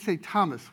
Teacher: The A at the end of Thomas was pronounced ah. We say Thomas with a schwa, a reduced vowel.